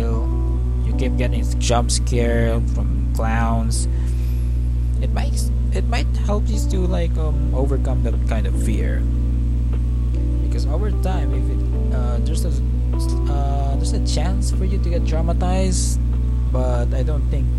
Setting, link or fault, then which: fault, sounds in the background